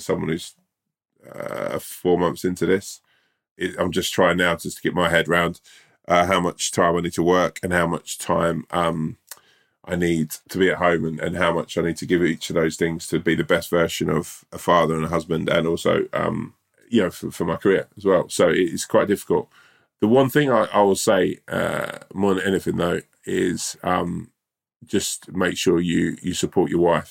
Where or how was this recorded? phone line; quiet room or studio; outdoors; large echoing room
quiet room or studio